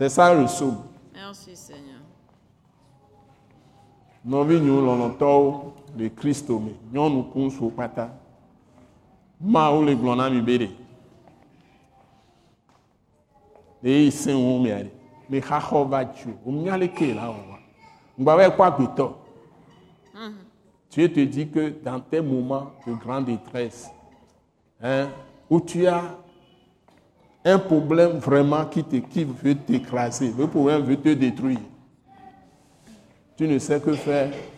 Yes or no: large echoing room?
yes